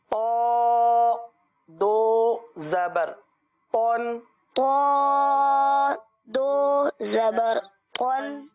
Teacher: تو کی ادائیگی پر ادا کرنی ہے آپ کو یاد ہوگا تو حروف مستعلیہ میں سے ہے لہذا اس کو پر ادا کریں گے